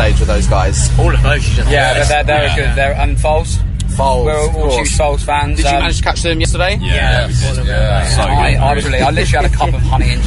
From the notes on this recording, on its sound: recorded at this year's Reading Festival